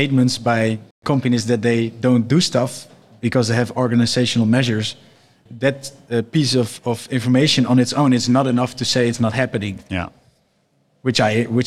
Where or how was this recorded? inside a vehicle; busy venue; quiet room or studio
busy venue